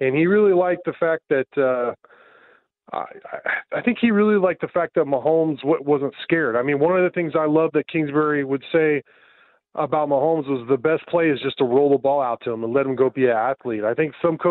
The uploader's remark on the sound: Opens the phones for listeners to weigh in on Kliff Kingsbury.